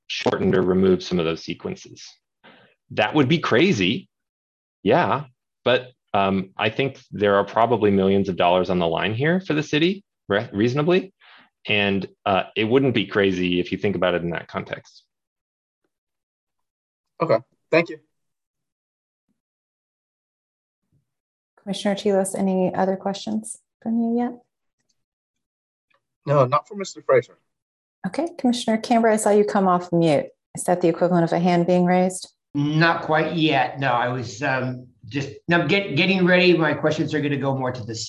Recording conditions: video call